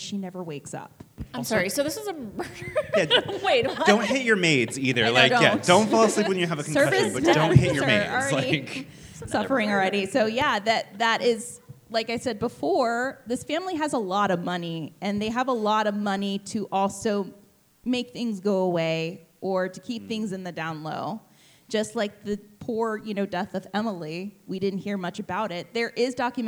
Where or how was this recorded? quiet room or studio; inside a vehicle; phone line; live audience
live audience